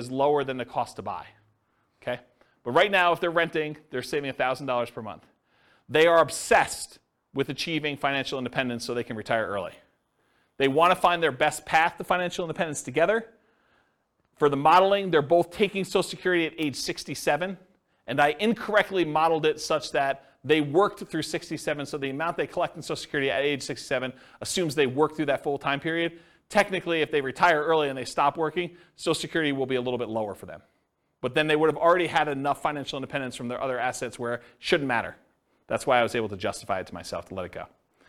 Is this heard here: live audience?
yes